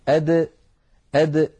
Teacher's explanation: الدال يا إخوتي تخرج من طرف اللسان مع ما يحاذيه من الحنك الأعلى · Term: حرف الدال